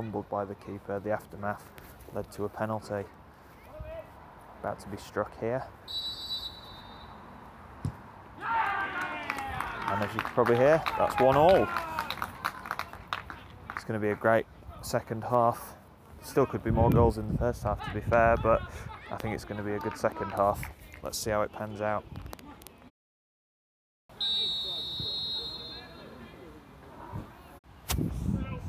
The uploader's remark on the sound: Live football is back folks. In this first ever live recording he heads over to Kings Park, his 212th football ground. Stone Old Alleynians versus Lichfield City is a perfect Staffordshire derby.